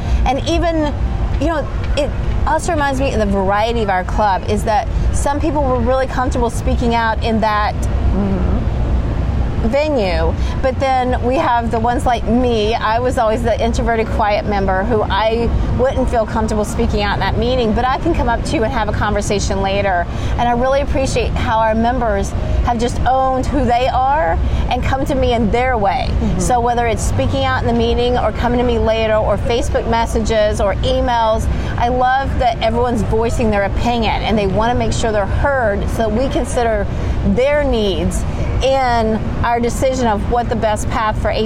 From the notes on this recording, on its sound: Coaster Con 45 - Part 2: Live From Carowinds. Featuring a diverse mix of our passionate ACE members and the dedicated park employees.